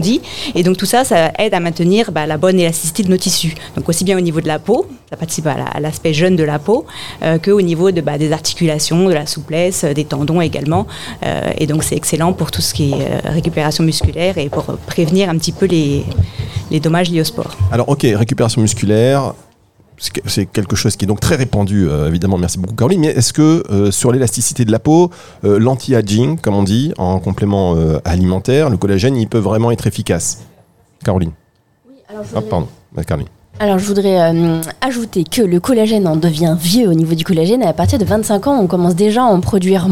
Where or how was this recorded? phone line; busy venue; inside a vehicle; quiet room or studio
busy venue